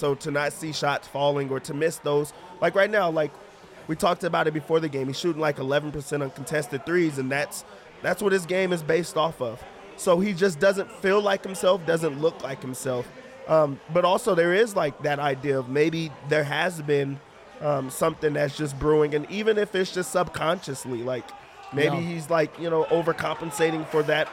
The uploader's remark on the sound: Live from the Winner's Lounge